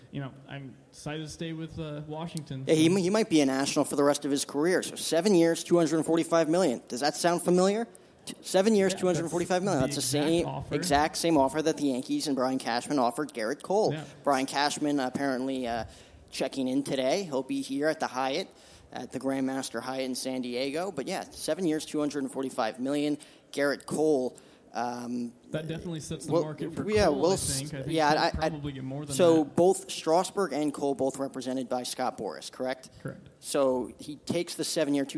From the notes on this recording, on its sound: MLB Winter Meetings LIVE From San Diego